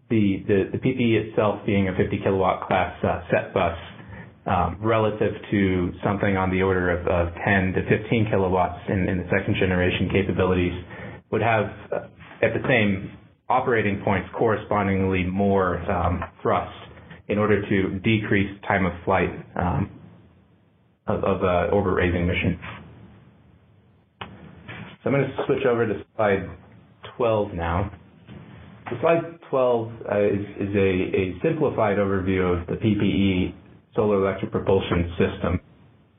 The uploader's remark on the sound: a Future In-Space Operations teleconference